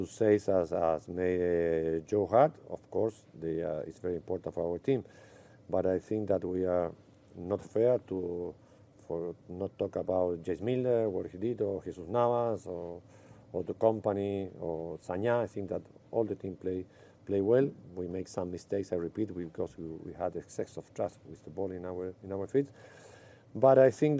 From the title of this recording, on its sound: post-match press conference